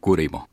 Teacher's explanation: sellainen napausäänne, hyvin nopea, vähän meidän D-tyyppinen